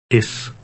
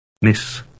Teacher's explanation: The Dutch S has a hissing sound, as in the English word miss.